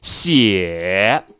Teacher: 它的调值呢，起调是二，降到谷底呢是一，升上去呢是到四，叫二幺四 · Term: 第三声